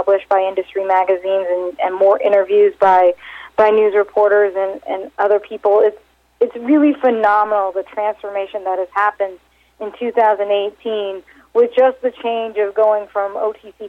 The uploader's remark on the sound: called in to SmallCapVoice.